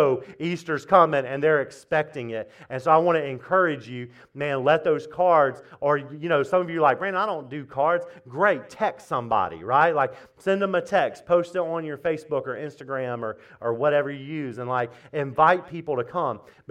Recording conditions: large echoing room